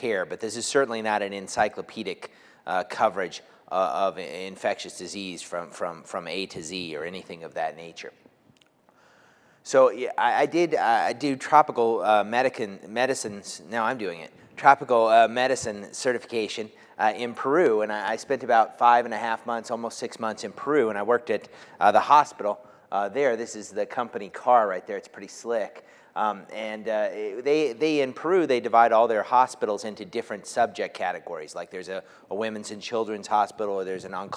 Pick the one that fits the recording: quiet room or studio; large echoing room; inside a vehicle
large echoing room